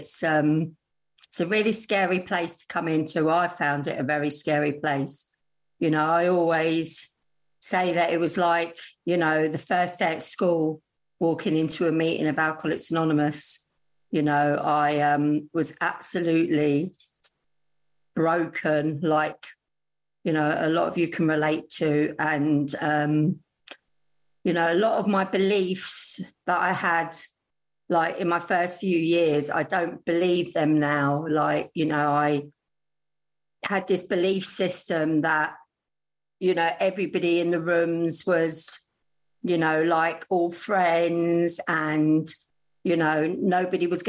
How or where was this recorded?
video call